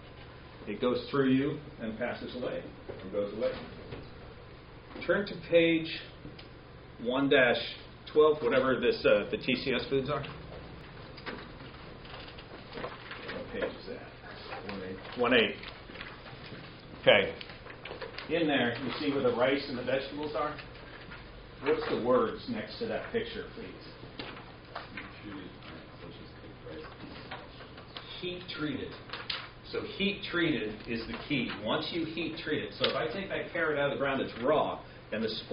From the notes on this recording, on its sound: Live Food Safety Class Presentation. I recorded a portion of my live presentation to one of the classes.